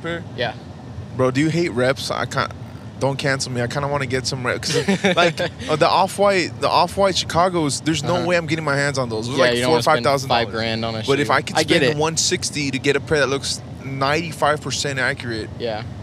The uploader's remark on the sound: Don't podcast and drive. In this special audio only; “carpool karaoke” - esque episode. Travel to a music gig.